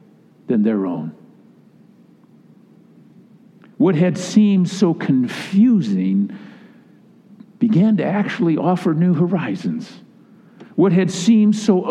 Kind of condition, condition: setting, large echoing room